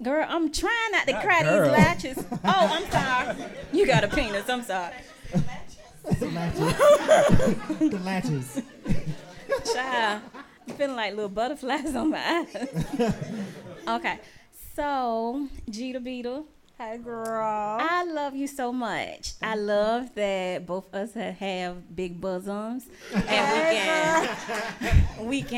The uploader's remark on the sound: Live Show. LIVE in Charlotte, NC!!!!